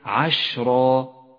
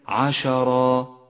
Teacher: ولاحظ أن حرف الشين حرف ساكن وليس مفتوحا · Shown in: first take · فهي عشرة وليست عشرة، فتنبه.